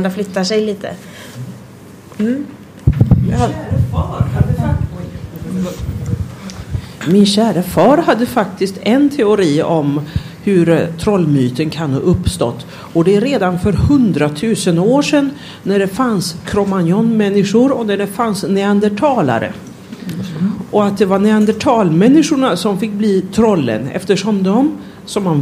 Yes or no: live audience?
yes